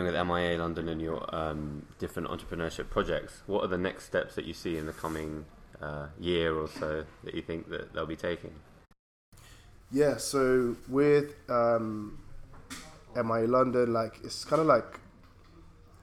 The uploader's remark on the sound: we improvised by recording at a pub in central London so please embrace the “ambient” noise